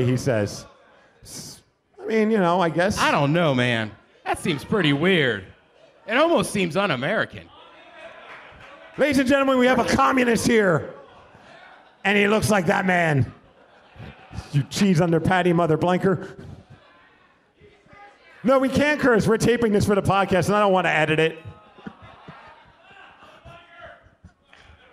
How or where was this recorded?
live audience